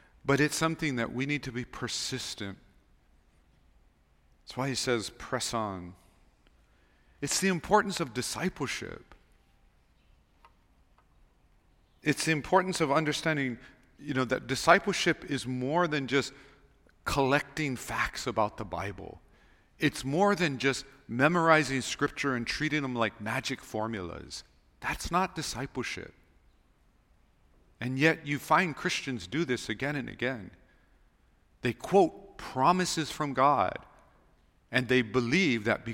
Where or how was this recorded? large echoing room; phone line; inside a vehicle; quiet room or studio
large echoing room